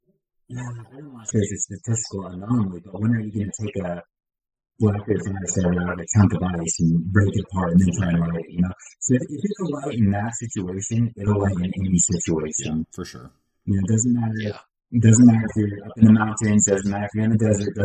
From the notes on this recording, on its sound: we had some pretty bad issues with audio quality during this episode